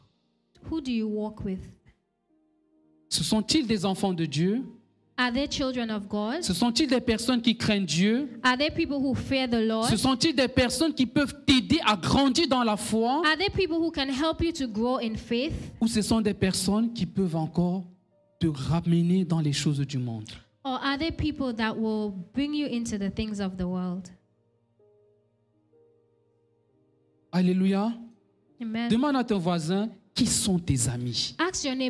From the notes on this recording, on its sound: Preached during Joyful Hour Sunday Service